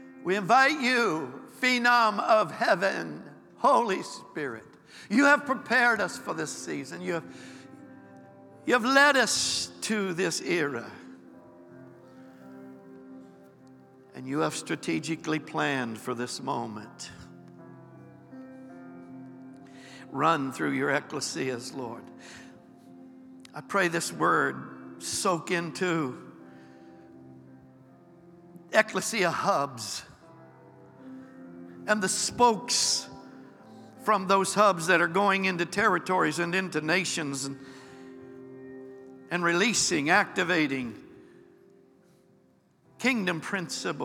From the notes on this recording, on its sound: Recorded live on 4/23/23.